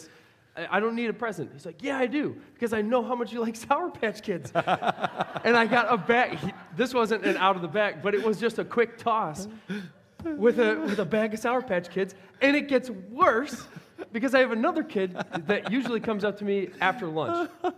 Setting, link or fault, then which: setting, large echoing room